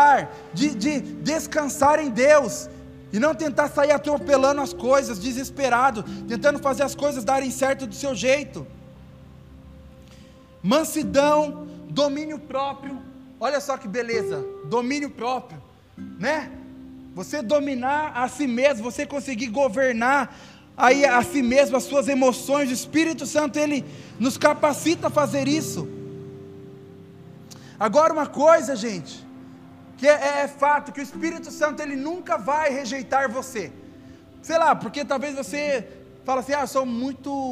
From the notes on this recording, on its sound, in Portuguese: Áudio do Culto de Domingo